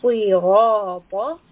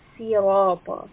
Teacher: Saad should be heavy, there should be a mouth fullness, and the back of the tongue should be raised. · Shown in: first take · Following this, we have the letter Ra, and like I mentioned, sometimes it is heavy and sometimes it is light.